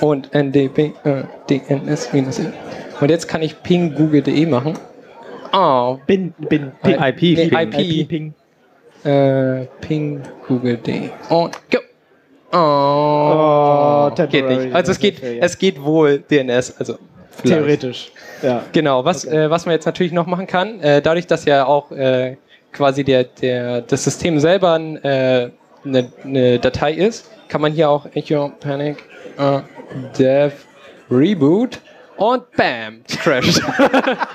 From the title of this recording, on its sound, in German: Binärgewitter Live (33c3-sendezentrum)